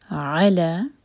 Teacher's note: عین حلق سے لا دو حرکہ لمبا لام پر فتح ہے ساتھ میں الف مکسورہ علا قلوبہم قو